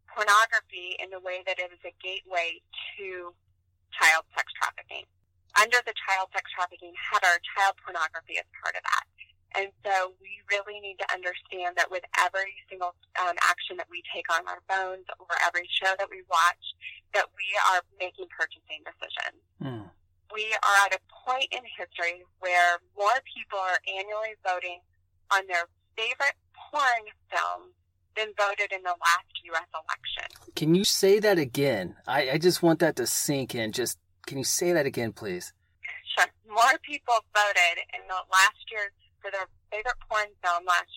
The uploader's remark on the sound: This was recorded on the phone after a few other options were not working, and wasn’t the best audio recording